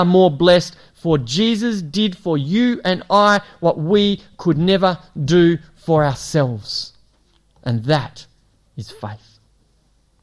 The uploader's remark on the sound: It was preached at Esperance Church of Christ